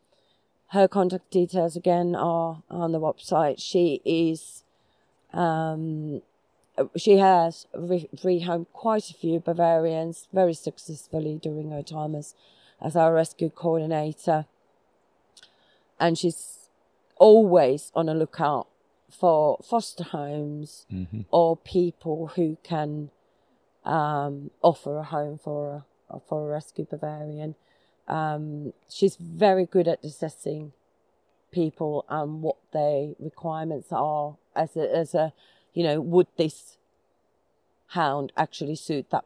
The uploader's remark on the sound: Was recorded live in the middle of a forest, so we apologise for any poor sound quality.